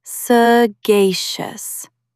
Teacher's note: Stress the second syllable, sagacious.